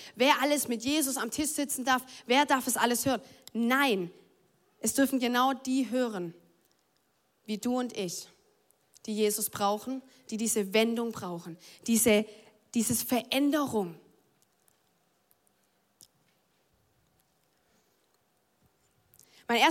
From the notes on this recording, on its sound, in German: Audiomitschnitt der Predigt